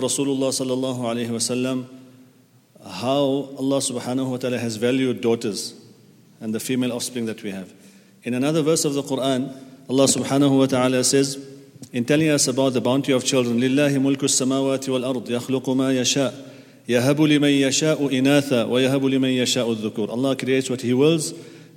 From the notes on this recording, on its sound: at the Houghton Masjid (West Street)